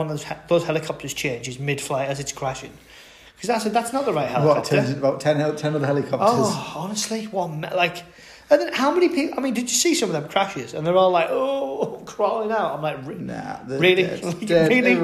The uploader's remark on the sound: in an extremely echoey apartment